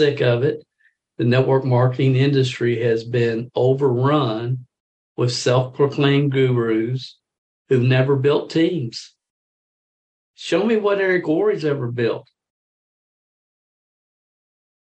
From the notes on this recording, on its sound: a behind-the-scenes session of a Zoom training